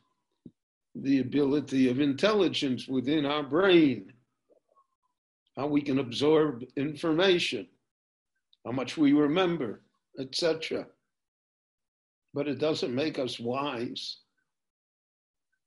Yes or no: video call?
yes